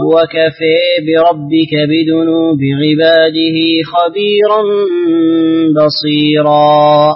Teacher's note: تعطف حمزة والكسائي بالإمالة الكبرى